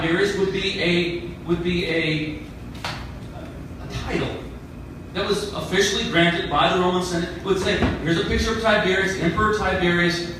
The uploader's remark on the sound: At the Nazarenes United For Peace Post-Conference 2-14-19. I was invited to sing and play music at the event.